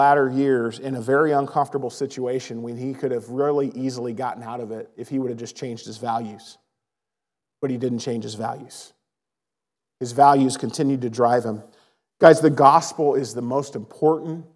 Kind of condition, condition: setting, large echoing room